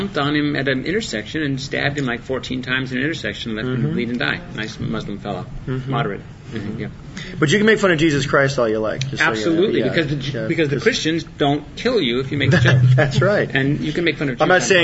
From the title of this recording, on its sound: Visits Stan Lee's Comikaze 2014 Entertainment Expo